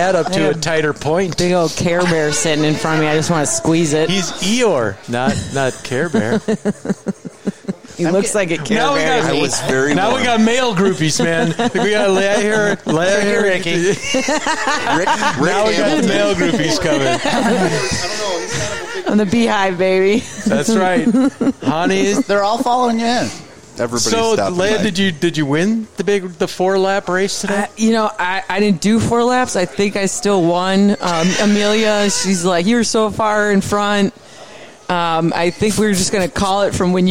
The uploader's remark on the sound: the Danger Gnome Podcast took a field trip out to Lake Geneva to do our best imitation of a bike racer and to record this bit of podcasting